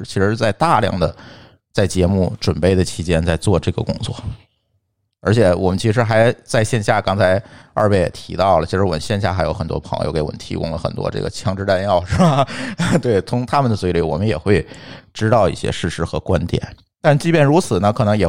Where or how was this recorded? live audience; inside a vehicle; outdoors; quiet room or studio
quiet room or studio